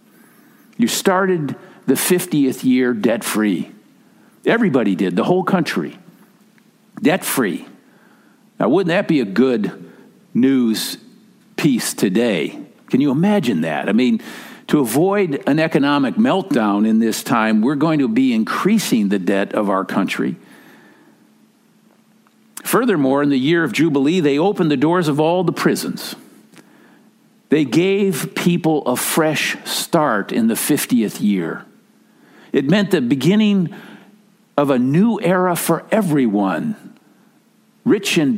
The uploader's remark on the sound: Message delivered during the Tradi Worship Service. San Marino Community Church.